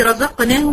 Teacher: الري هنا مفخمه والزين هنا مرققه والقاف مفخمه